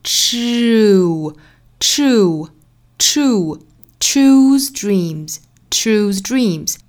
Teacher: 注意里头这个 u 的发音从前面的辅音 ch 过渡到后面的口型 u